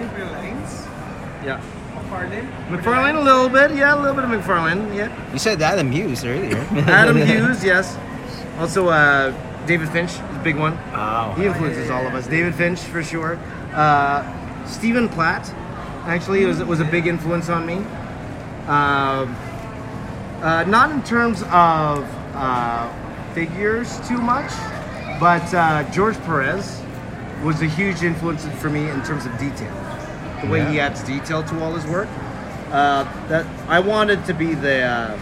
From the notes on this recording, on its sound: Visit to the Philippines, while having a mini fan meet at DC Superheroes Cafe in SM Mega Mall.